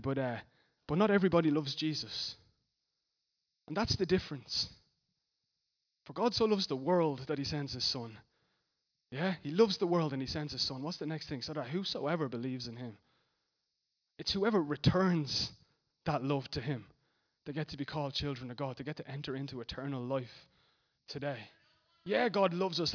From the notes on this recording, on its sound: Recorded live at Liberty Church Bray on 3rd March 2019